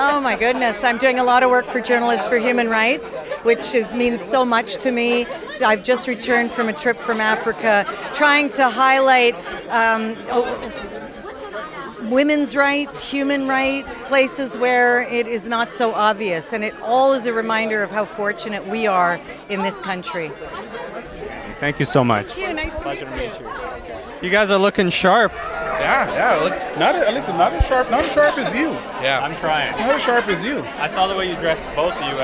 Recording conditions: busy venue